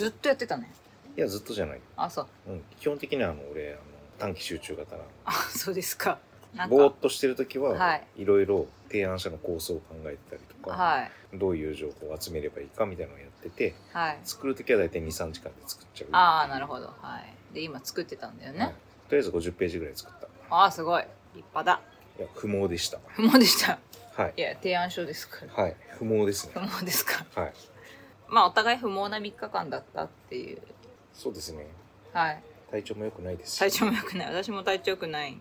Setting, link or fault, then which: fault, phone or laptop microphone